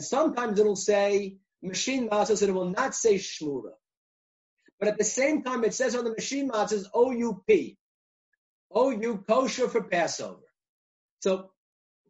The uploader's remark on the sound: recorded ZOOM conference